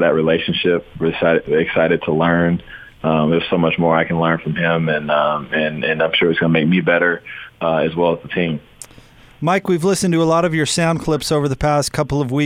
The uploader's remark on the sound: called in to 'The Big Show'